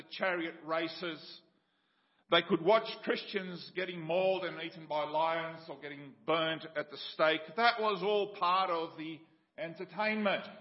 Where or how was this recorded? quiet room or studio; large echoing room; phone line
large echoing room